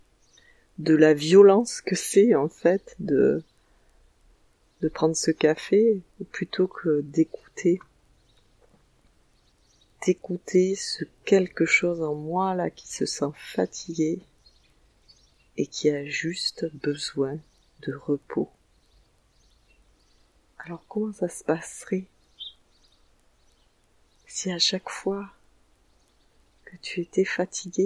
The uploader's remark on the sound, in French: Un épisode enregistré à l’extérieur, avec le chant des oiseaux qui accompagne ma voix !